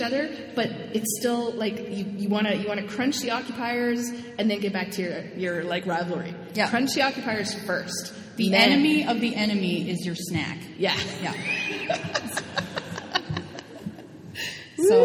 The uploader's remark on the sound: Recorded in front of a live studio audience at the Exploring The New R&R: Resistance and Resilience of Indigenous Women's symposium, put on by the Indigenous Women and Youth Resilience Project.